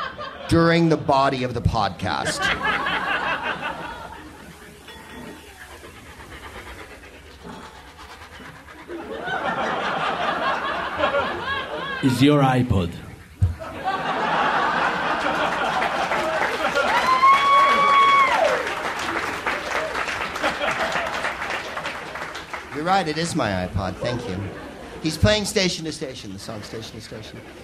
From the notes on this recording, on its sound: Live from the Soho Theatre in London